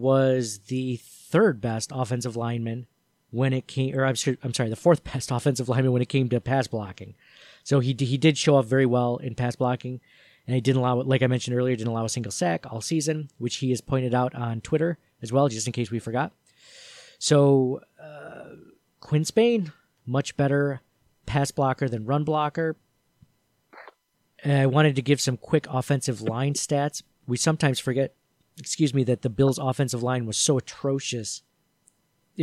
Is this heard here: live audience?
no